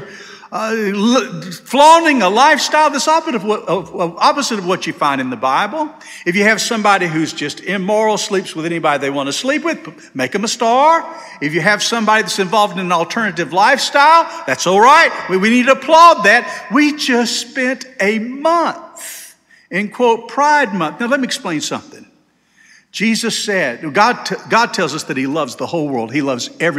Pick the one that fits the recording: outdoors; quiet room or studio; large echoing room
large echoing room